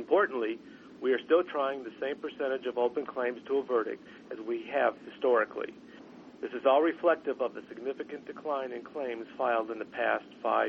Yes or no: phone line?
yes